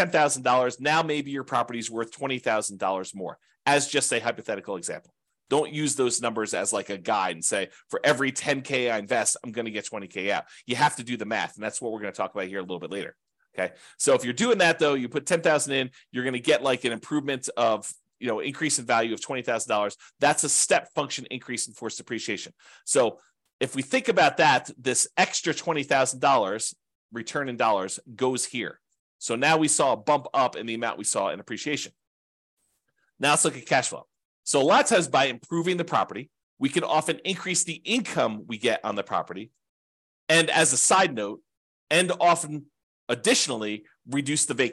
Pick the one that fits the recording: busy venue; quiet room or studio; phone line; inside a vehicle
quiet room or studio